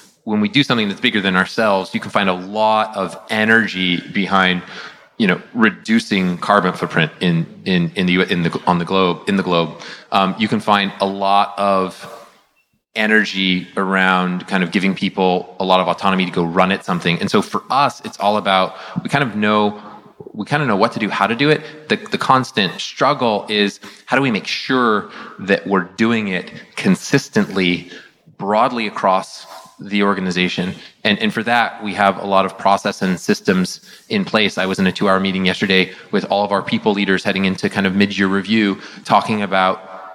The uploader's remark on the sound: This recording is from Fintech Nexus USA (formerly known as LendIt Fintech USA) held at the Javits Center in New York City on May 25-26, 2022.